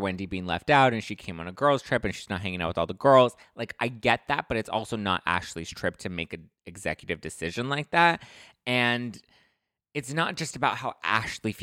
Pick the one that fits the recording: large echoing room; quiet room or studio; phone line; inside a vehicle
quiet room or studio